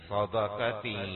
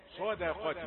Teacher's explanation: الدال رقيقة بين الصاد والقاف